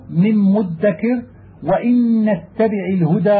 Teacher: وقد يتوالى حرفان مشددان يكون الأول أقل تشديدا من الثاني لأجل الغنة التي تظهر فيه، نحو من مدكر وإن اتبع الهدى وشبهه.